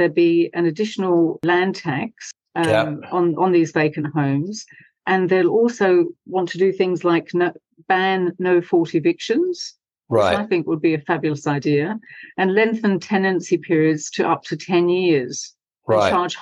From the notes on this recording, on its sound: There’s a different sound to the Flat Chat Wrap this week. It was recorded over Zoom. It’s been hastily edited on his laptop in between hikes, hotel moves and failing internet.